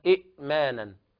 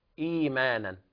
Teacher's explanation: إيمانا أصلها إئمانا، فالهمزة الثانية ساكنة فتبدل ياء لأن قبلها مكسور فتصير إيمانا